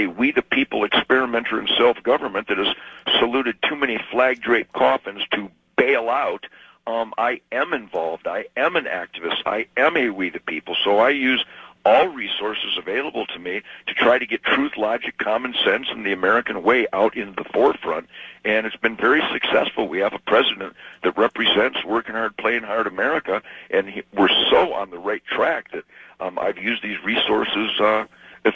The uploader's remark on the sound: Phone Interview.